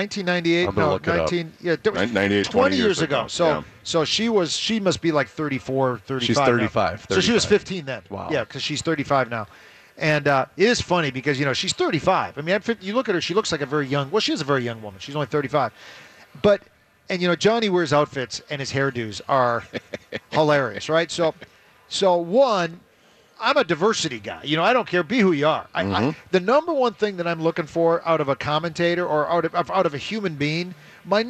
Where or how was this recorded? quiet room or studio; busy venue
busy venue